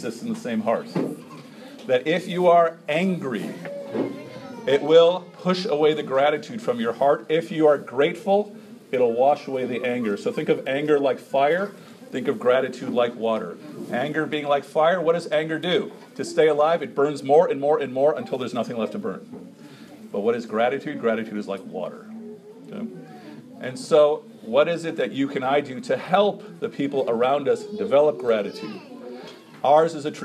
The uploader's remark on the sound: An impromptu talk at the Islamic Center of Wheaton at an open house attended by members of local Churches